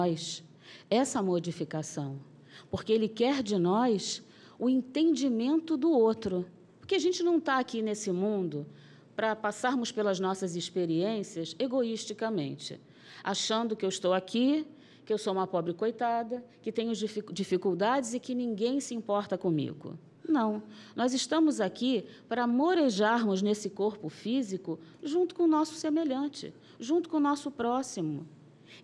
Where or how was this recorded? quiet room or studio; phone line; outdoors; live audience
live audience